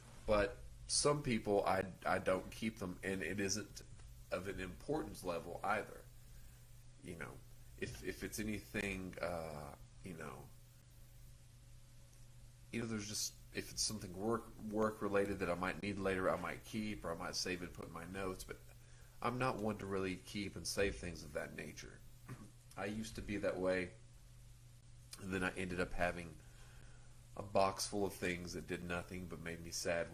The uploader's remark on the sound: Despite the audio being low the show still continues.